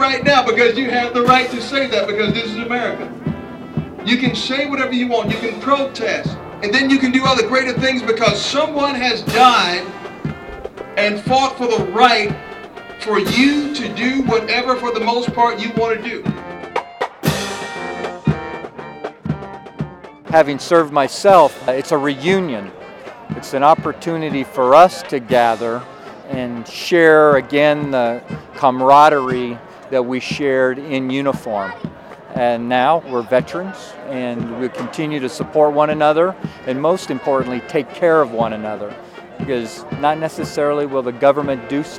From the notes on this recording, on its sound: The Festivities include speakers, a marching band, a parade and displays of camaraderie and gratitude from cadets, civilians, community leaders and fellow veterans. The WRGC News Desk brings you this audio postcard from today’s event.